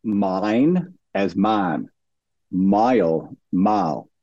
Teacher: But this ion gliding is when you get a word like mine as man, mile, mile, and that I vowel becomes an ah. That ah can shift forward, it can shift back in the mouth.